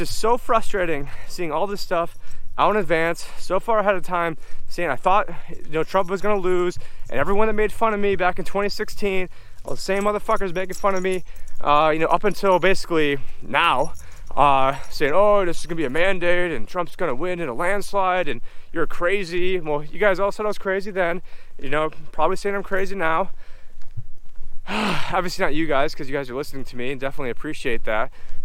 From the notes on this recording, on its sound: on this walk and talk